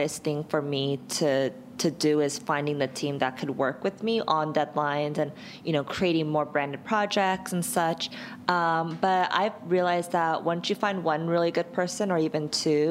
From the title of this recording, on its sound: Live at Create & Cultivate Chicago